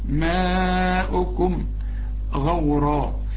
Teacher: ده مد واجب بقى، المد والهمزه في كلمه واحده، ماؤكم غورا، الغين مفخمه، الراء كمان مفخمه